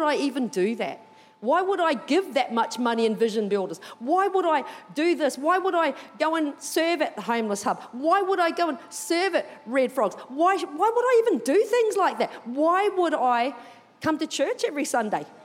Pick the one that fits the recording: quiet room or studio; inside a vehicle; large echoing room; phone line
large echoing room